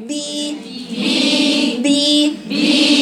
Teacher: الباء الباء مكسورة ومخرجها اطبق الشفتين